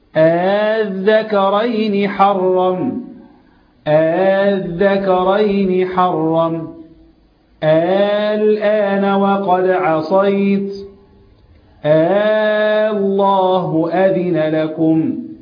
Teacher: فعشان نفرقها عن الاخبار، ففي وجه اخر هو بيسموه التسهيل، فتسهل الهمزه الثانيه بين الهمزة وبين الألف